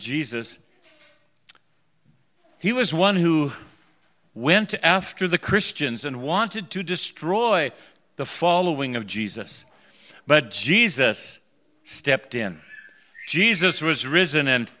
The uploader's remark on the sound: The Worship Service for Resurrection Sunday for the Red Deer River, recorded on April 4, 2021.